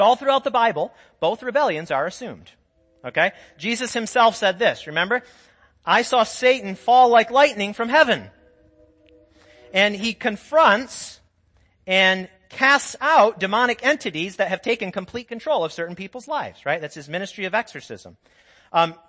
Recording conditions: large echoing room